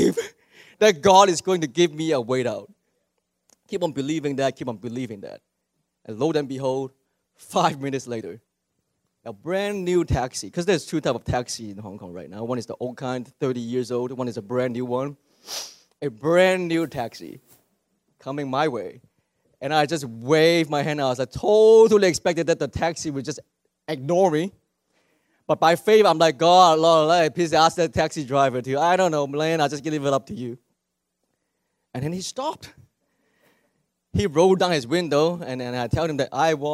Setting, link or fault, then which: setting, large echoing room